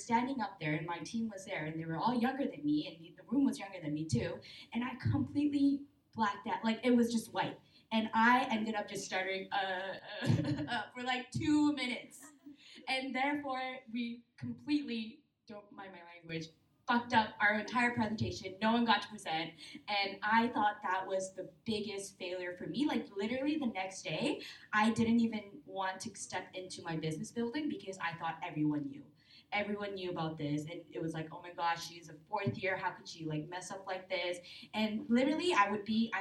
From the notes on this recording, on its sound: Recorded Live at CAN-CWiC. Our first live recording of Confidently Insecure, in front of an audience of university students at the 2018 conference in Halifax, NS.